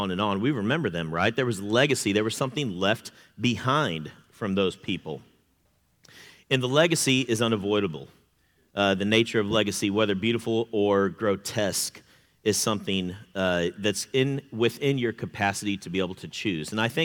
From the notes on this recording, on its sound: This content was featured at the 2023 Campus Ministry United Workshop: Beautiful Feet. Hosted live at The Crossings Church St. Charles County in O’Fallon, MO, near St.